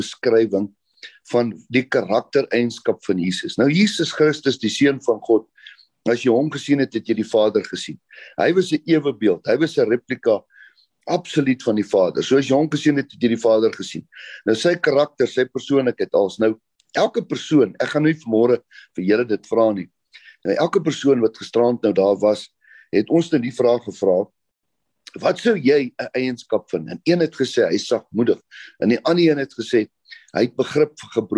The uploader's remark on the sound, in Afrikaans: Manne van die Woord Zoom Byeenkoms 11 Maart 2022